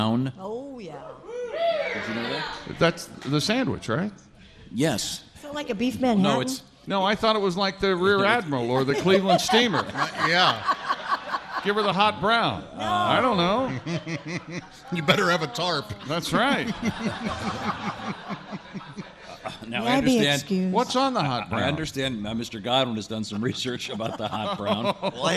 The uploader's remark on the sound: live from the Bourbon museum in Louisville